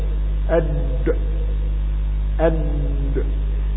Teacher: قلقلة، يحدث له اضطراب في المخرج، يحدث له صويب بعد نطق الحرف